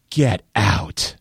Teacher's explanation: If you told me, Bob, that, you know, Jack and Jill broke up and Jack was now dating Jill's sister, I might say, get out, in a kind of breathy voice. And my breathy voice conveys shock and a sort of feigned incredulity.